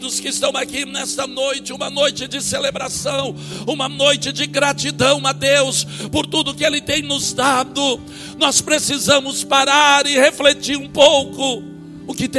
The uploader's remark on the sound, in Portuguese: Palavra gravada na Semana Inaugural da OBPC Pinheirinho.